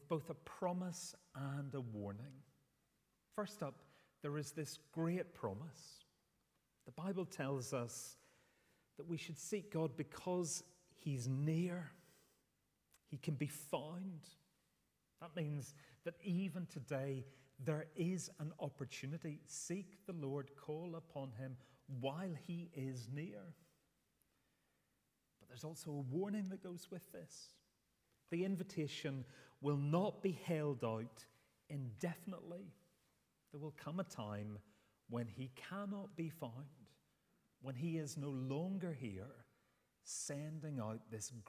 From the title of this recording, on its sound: Sunday 10th September 2023 morning service